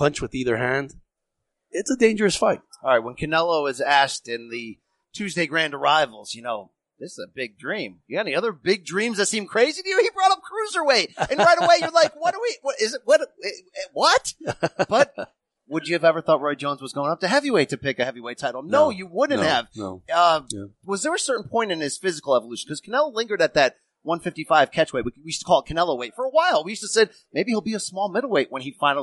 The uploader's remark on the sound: live at radio row for Dazn's historic matchup